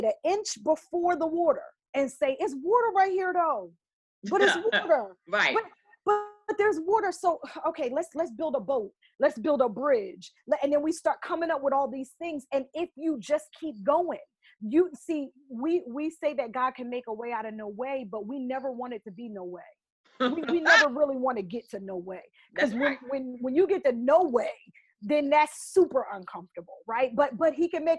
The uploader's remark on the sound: This is a recording of a recent webinar